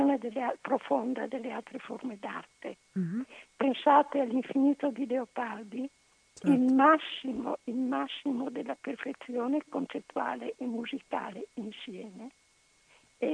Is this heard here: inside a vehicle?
no